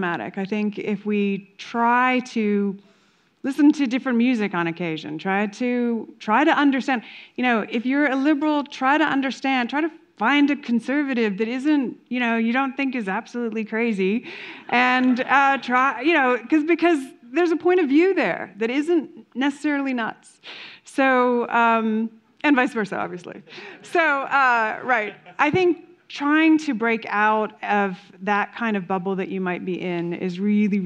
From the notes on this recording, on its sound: A live conversation. At the Denver Center for the Performing Arts.